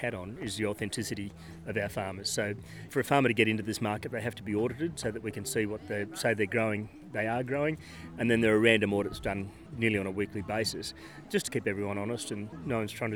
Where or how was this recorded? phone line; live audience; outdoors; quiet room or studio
outdoors